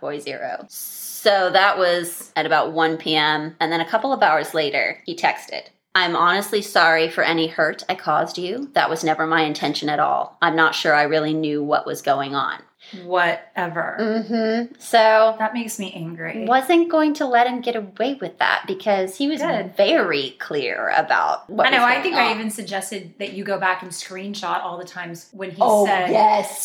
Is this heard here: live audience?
no